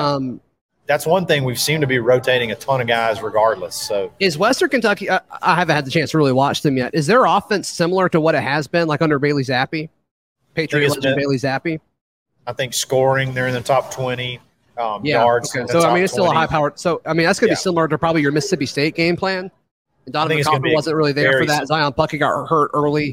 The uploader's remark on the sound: Live from Barberitos near the Auburn Mall.